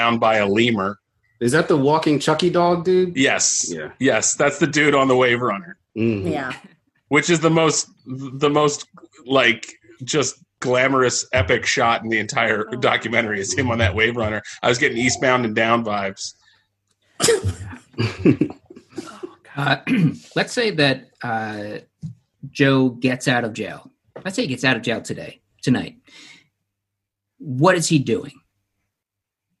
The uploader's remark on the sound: This episode is the first of our live via zoom episodes. Crossroads Comedy Theater.